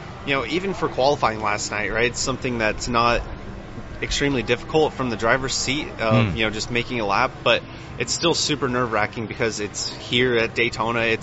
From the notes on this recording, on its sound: joined live at the Daytona International Speedway